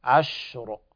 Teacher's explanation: الشين فيها التفشي وكذلك فيها الهمس، عشر. والراء تفخم بهذه الطريقة لأن قبلها ساكن وقبل الساكن مفتوح كما بينا.